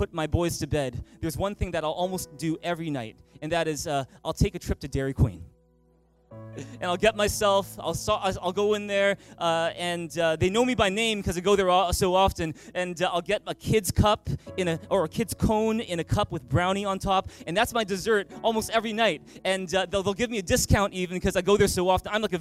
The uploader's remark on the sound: Christmas at Thrive. Recorded on December 23, 2018 at THRIVE Church Vancouver, Canada.